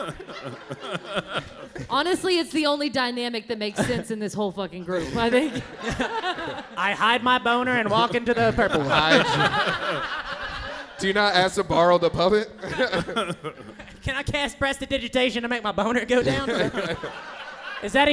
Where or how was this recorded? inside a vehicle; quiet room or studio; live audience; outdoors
live audience